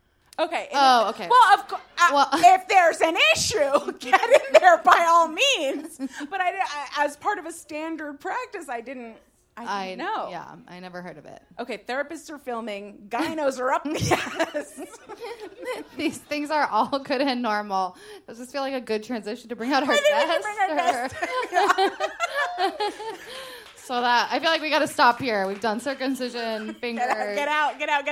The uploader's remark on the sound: LIVE at the Green Room 42